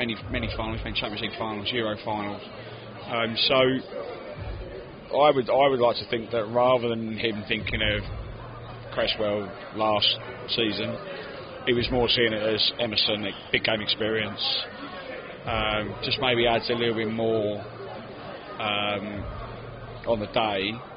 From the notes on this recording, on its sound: LIVE FROM PRAGUE. Met up in the middle of Prague the day after to record this episode.